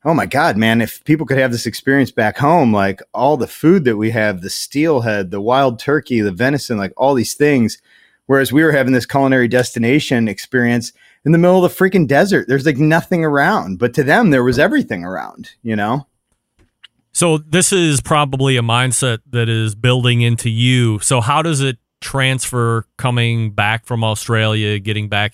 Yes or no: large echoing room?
no